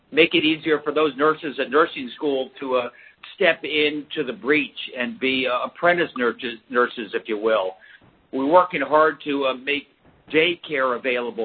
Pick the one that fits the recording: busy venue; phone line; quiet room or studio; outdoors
phone line